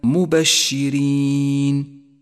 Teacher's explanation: وكذلك ومنذرين، رققت الراء في كلا الموضعين لأنها مكسورة · Term: الراء المرققة